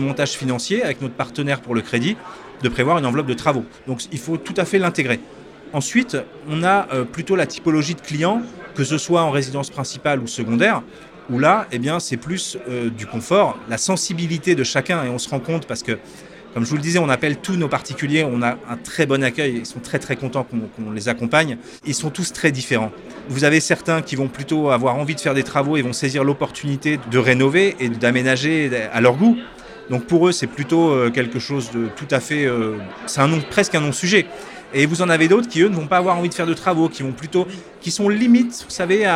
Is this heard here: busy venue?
yes